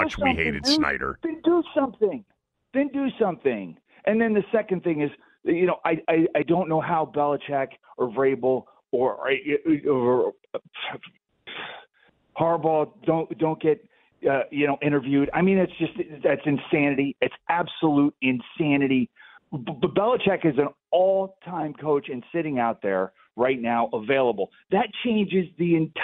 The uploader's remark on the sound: opens up the phone lines to allow listeners to weigh